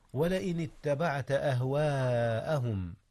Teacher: مد الألف متصلا حيث وقعت قبل الهمزة في كلمة واحدة · Term: المد المتصل